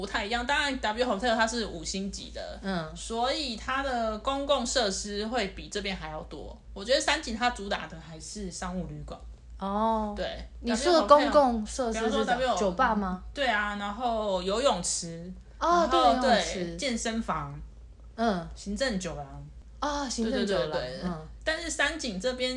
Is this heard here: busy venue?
no